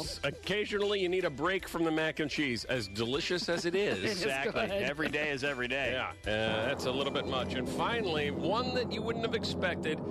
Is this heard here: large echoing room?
no